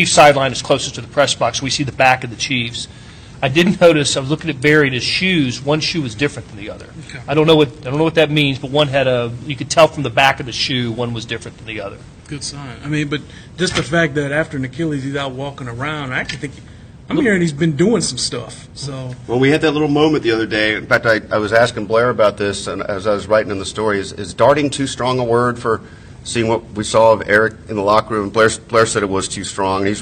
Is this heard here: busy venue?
yes